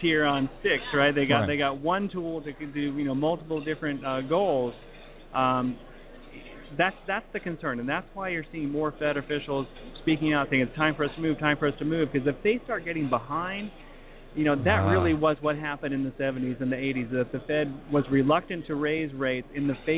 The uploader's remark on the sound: Broadcasting "LIVE" from the MBA Mortgage Technology Conference & Expo. We will be broadcasting "LIVE" from D+H's Booth at the MBA's National Mortgage Technology Conference and Expo in Los Angeles.